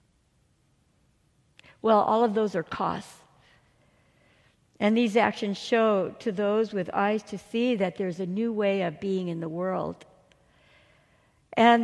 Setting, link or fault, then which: setting, large echoing room